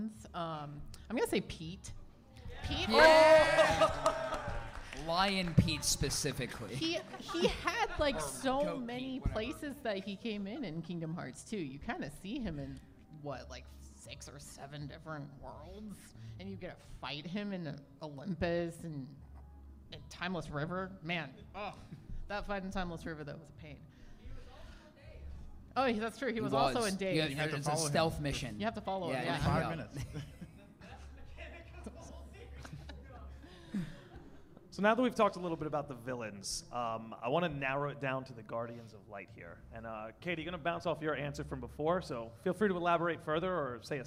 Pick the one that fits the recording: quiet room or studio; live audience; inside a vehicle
live audience